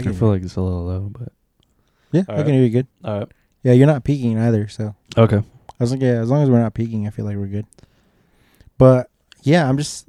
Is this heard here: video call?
no